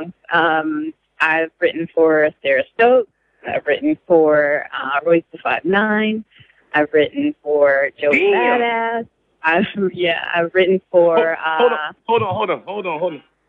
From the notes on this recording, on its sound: Here's our phone call.